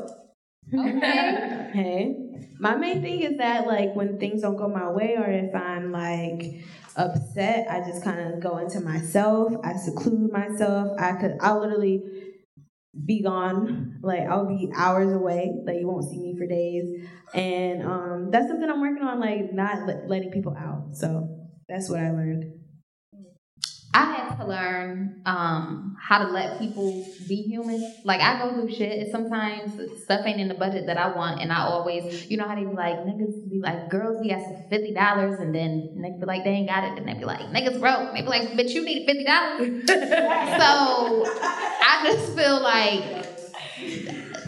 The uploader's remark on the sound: a live taping of #CareFreeBlackGirl